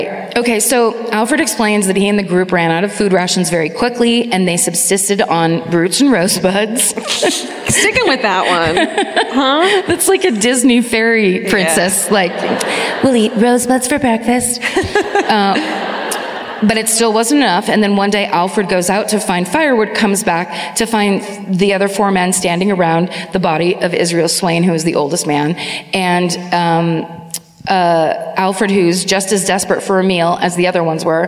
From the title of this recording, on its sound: Live at the Bellco Theatre in Denver